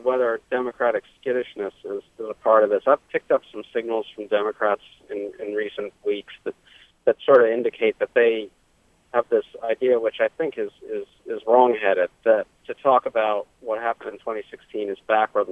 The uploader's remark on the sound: joined us by phone